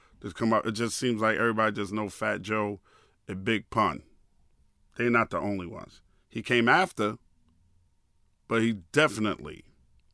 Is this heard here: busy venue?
no